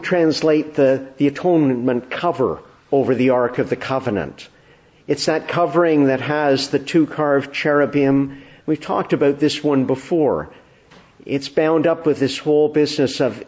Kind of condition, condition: setting, large echoing room